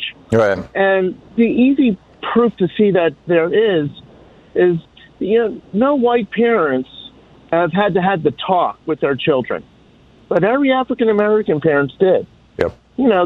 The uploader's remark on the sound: Listeners call